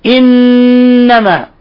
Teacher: التشديد تطبق لسانك على الحنك وتظهر غنة من الخشوم. إنما حرم عليكم، إنما، لاحظ تابع معي وقل إنما، تجد أن لسانك ينطبق على أصول الثنايا العليا انطباقا تاما ويبقى غنة من الخشوم، بحيث لو ضغطت هنا لانقطع النفس. · Term: حرف غنة مشدد